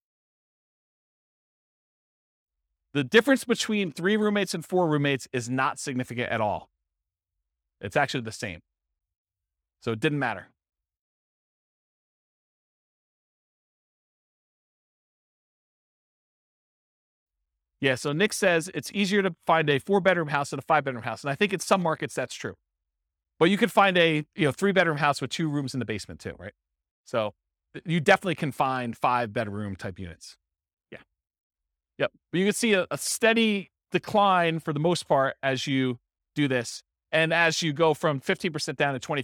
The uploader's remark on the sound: This was a live class recorded